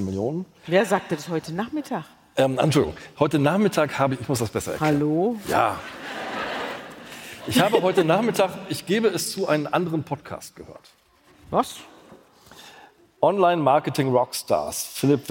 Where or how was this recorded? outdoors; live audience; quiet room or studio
live audience